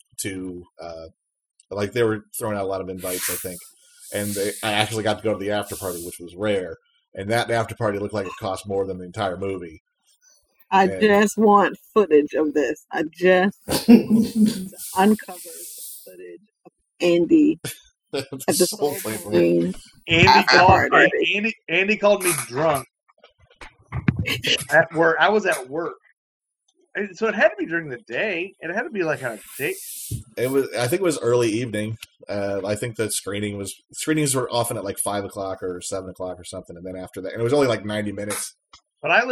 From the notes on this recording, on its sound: Still trying to figure out how to record remotely in a pandemic. Please pardon the audio.